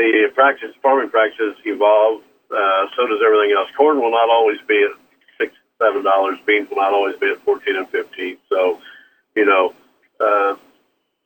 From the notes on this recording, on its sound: from Chrisman Farm Center in Chrisman, Illinois call